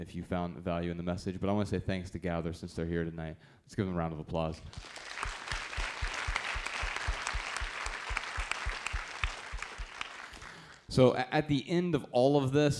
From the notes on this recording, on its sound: In front of a sold-out crowd in Los Angeles.